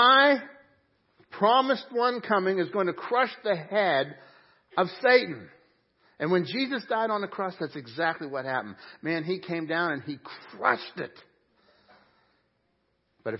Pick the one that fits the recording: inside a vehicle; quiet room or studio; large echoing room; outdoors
large echoing room